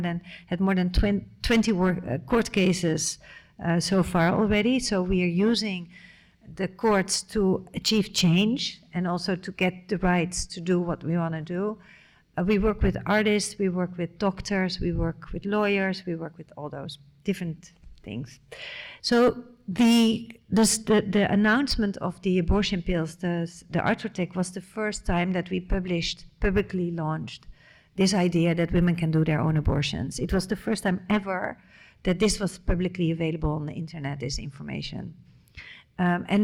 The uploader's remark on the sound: This is a live recording of a talk. At the Rietveld Academie in November 2023.